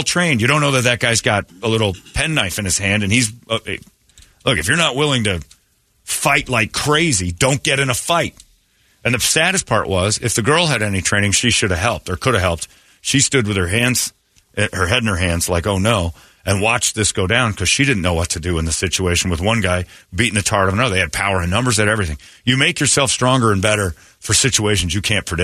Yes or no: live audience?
no